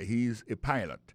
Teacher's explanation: accent tombé sur le premier syllabe